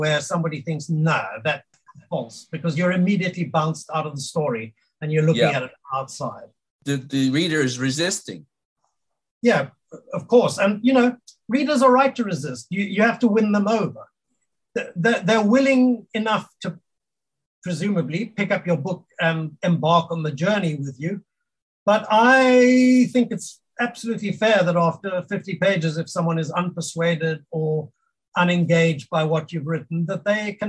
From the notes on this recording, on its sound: We met via Zoom